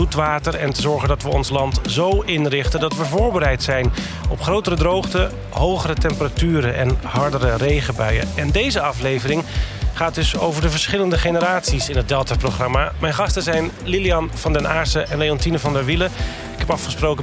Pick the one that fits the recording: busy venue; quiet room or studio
busy venue